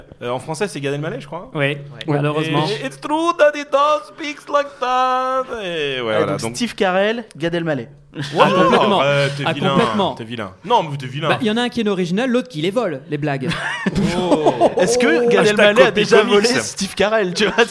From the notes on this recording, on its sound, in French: En public. Nous étions en live.